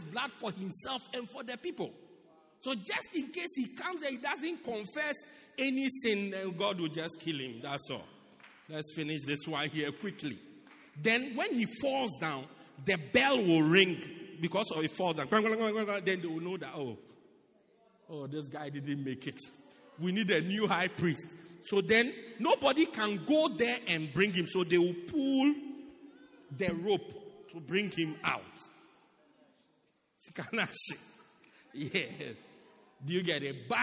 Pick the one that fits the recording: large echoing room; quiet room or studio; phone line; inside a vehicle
large echoing room